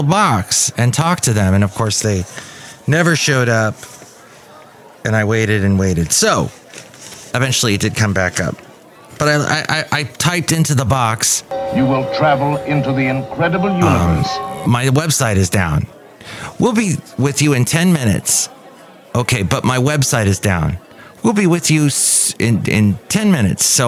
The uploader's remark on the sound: podcasts live from Café Anyway